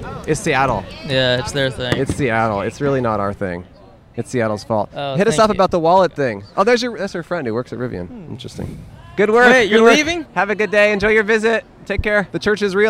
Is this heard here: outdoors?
yes